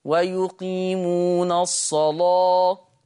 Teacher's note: شوف اللام مغلظة ازاي، مغلظة